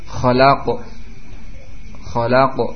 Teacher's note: cepat penghabisan huruf qaf. Tidak panjang.